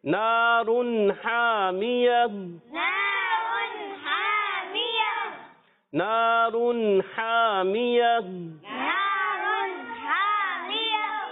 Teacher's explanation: تنوین کے بعد ہا آنے کی وجہ سے یہاں اظہار حلقی کا قاعدہ، یہاں پر غنہ نہیں کریں گے، تو ملا کر پڑھیں گے، اور اس کے بعد ہا کی ادائیگی کلیئر ہونی چاہیے، آخر میں پھر ہا.